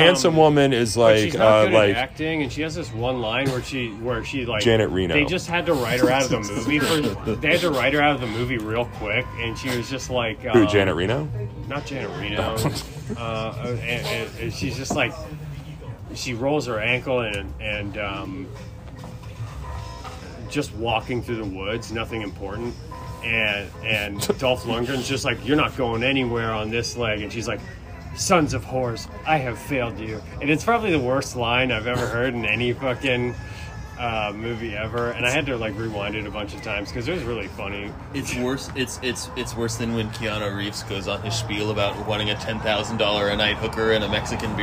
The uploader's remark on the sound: Before the Midnight Mic at Funhouse Lounge in SE Portland.